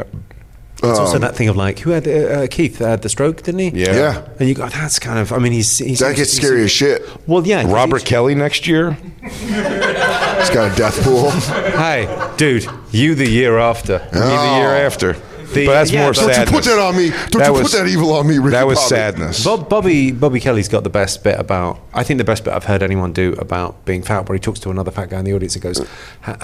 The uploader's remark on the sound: Live From “Just for Laughs” Montreal